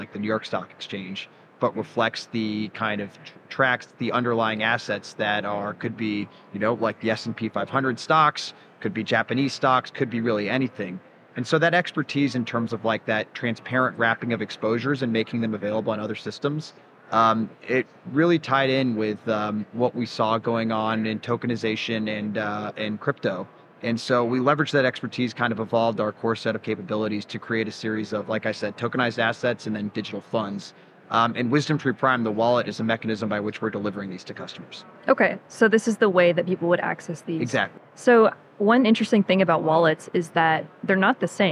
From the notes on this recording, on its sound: Live from Consensus 2023